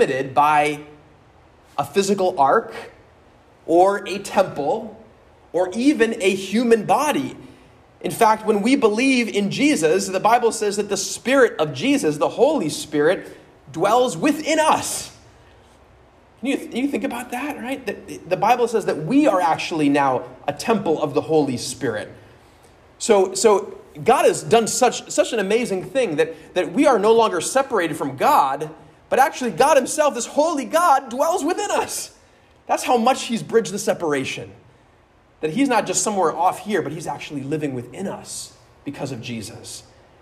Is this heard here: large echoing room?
yes